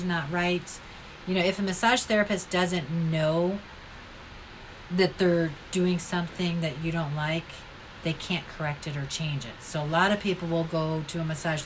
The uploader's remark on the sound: That sound you might hear in the background is a fan we were unable to turn off. This is the first podcast I recorded with the guest in the room with me (we recorded in her studio).